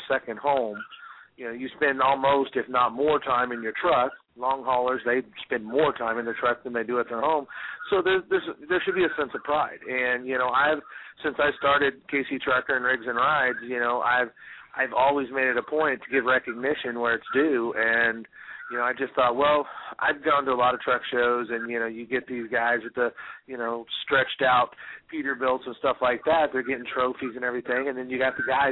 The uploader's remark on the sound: 2012 Convention - "LIVE" from Harrah's. Via landline as she reports "live" from Harrah's Kansas City as she tours the resort, giving us an inside look into the upcoming 2nd Annual Truck Driver Social Media Convention.